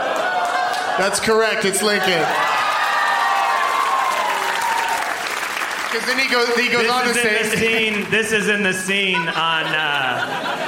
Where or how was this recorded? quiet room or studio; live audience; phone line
live audience